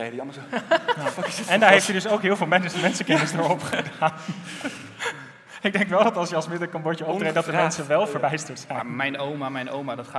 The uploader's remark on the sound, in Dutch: En dit gebeurt allemaal live vanuit theater Tivoli, voor een uitzinnige menigte.